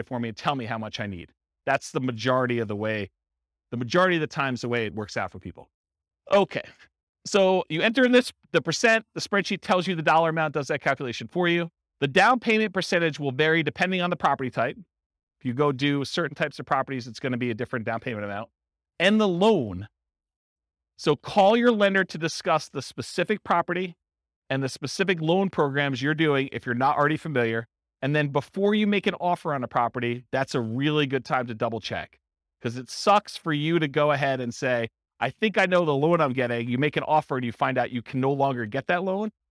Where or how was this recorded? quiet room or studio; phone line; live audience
live audience